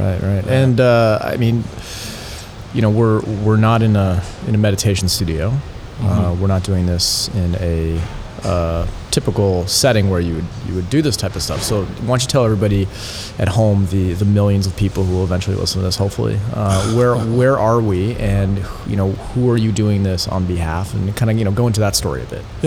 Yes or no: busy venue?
yes